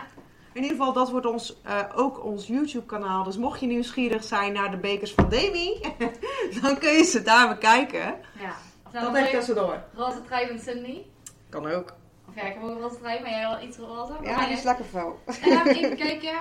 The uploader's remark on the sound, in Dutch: Sorry voor het geluid op de achtergrond op het laatst van deze aflevering